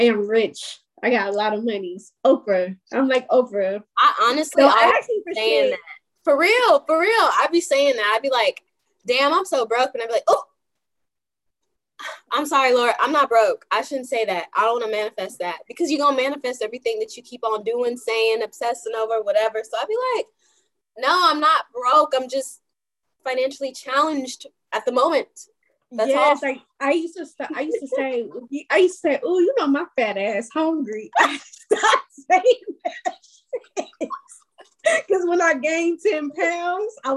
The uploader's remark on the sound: This Episode was recorded via zoom.